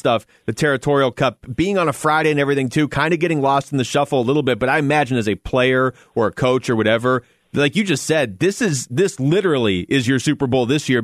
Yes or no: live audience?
no